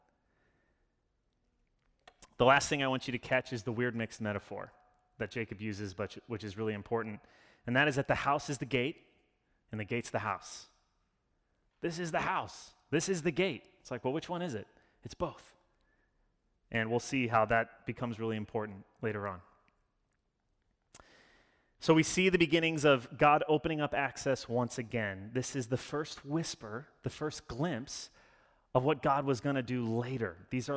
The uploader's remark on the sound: Sermon delivered. As an Anglican church, we follow a liturgy every Sunday which allows us to participate in worship together.